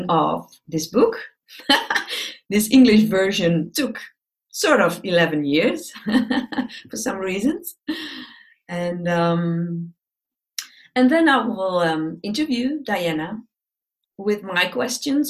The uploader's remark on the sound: This episode is a recording of a webinar